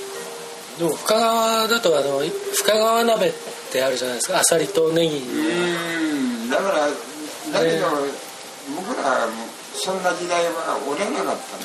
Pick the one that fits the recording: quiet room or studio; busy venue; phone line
busy venue